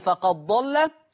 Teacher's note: ورش بيضغم دال قد في الضاد